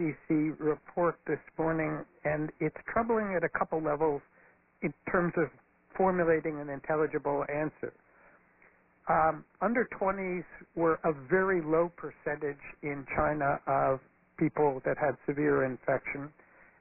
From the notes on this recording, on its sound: Press Conference. This call was recorded at 2:30 pm Eastern Time on Thursday, March 19.